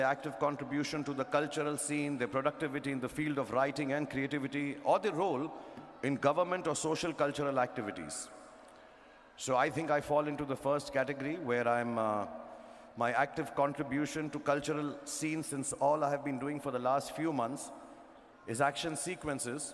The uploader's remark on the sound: Global Icon Award at Sharjah International Book Fair Speech